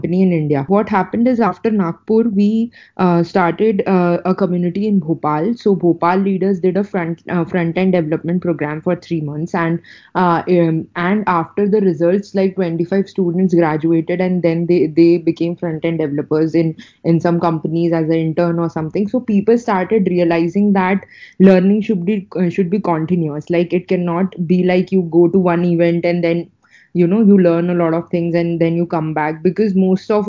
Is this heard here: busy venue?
no